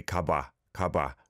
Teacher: with the wa vowel sound, a lot of times it's not overpronounced. So, bwa, I guess most people would say 가봐, 가봐.